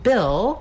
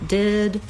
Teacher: we have the vowel ih, which is a lax high front vowel. Basically, that's the same vowel sound that's in did, and when you learn a lot of words and sounds surrounding that ih sound, it's easier to do it in the word Bill.